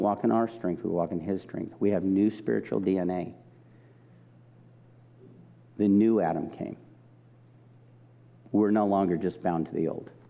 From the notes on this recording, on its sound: This message was recorded at a Sunday service